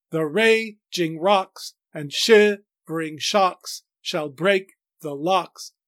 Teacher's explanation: This poem is in iambic dimeter, two iambic feet per line, ta-tum, ta-tum.